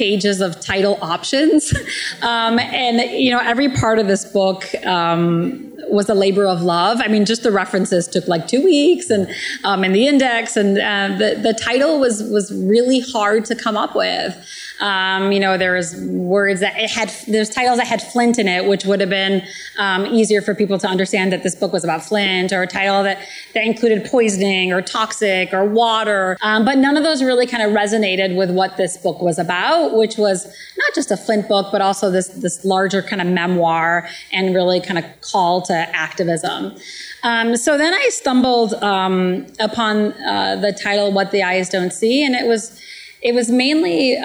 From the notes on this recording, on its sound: In front of a live audience at the Detroit Public Library.